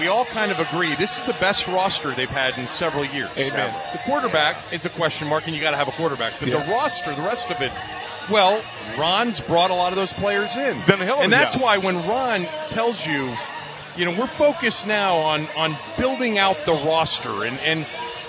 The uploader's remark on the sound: live from the Burgundy & Sold Party